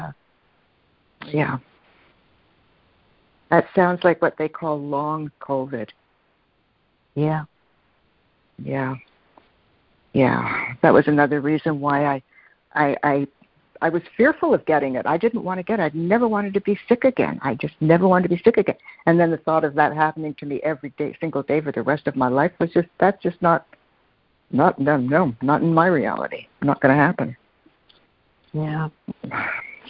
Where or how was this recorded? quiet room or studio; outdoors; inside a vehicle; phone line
phone line